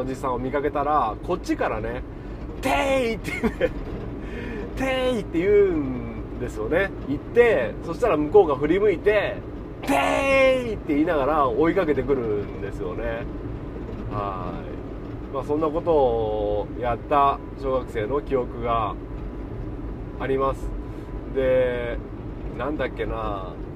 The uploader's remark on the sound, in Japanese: 軽トラを運転しながらダラダラと。